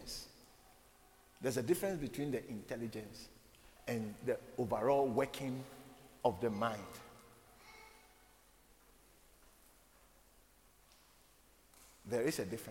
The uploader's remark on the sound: preached at the Living Waters Cathedral